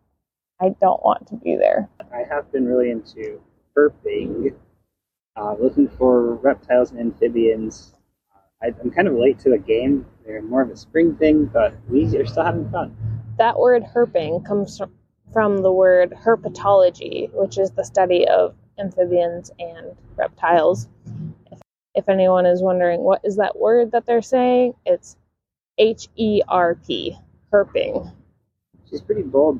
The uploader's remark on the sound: This is a special bonus episode- it was recorded outside in the park with birds chirping all around us! I wanted to give this conversation a more natural vibe, with minimal editing and sound effects.